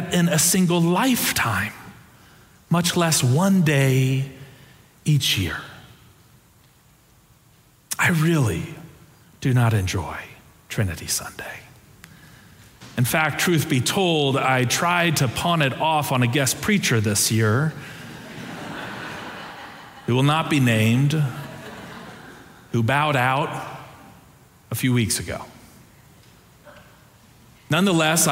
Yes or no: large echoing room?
yes